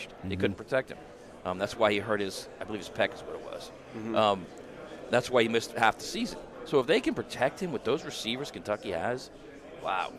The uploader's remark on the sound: live from 2023 SEC Media Days in Nashville Tennessee